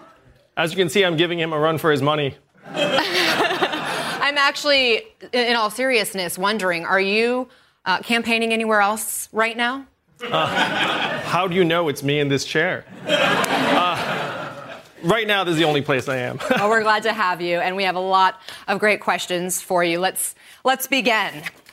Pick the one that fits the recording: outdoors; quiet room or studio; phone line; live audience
live audience